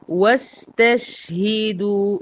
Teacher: السين زمنها قد زمن الشين، الاثنين فيهم رخاوة، يبقى لازم اساوي بين الزمن بتاعهم واطول زمنهم شوية علشان ما اختلسش من زمن رخاوة.